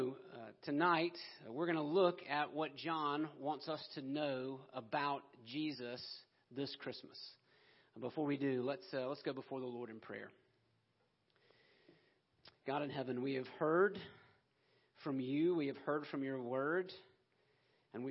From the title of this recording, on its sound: Christmas Eve Service 2020 - Audio